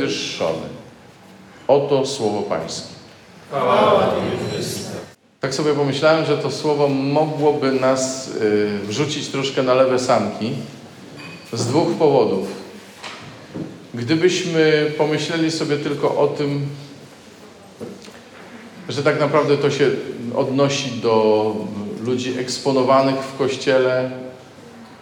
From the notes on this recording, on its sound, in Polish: nagranej podczas spotkania Koinonii w Malborku